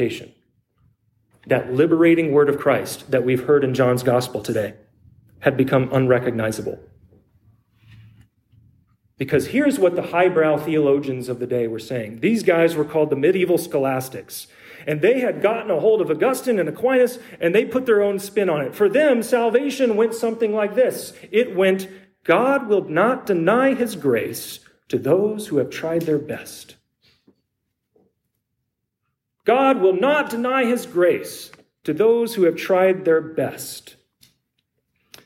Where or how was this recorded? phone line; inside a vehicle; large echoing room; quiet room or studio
large echoing room